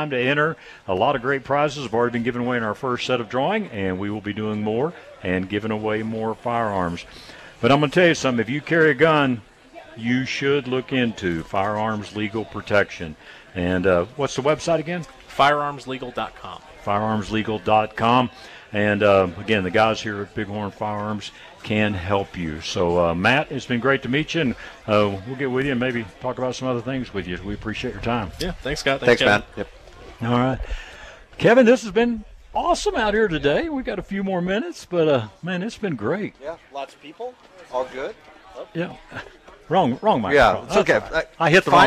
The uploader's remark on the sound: We are broadcasting live at Big Horn Firearms for their Grand Re-Opening Event today. Despite the clouds and rain it was an awesome crowd that showed up and participated in the raffles.